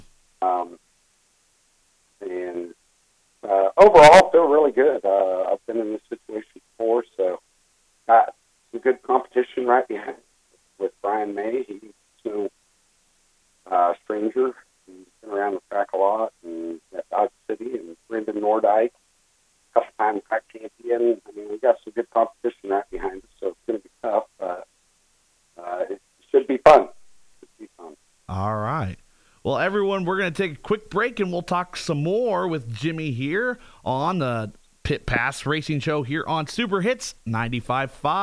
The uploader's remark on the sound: over the phone